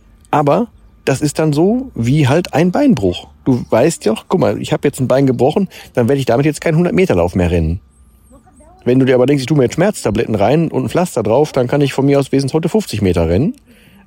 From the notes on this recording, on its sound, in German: In dieser Folge vom Strand.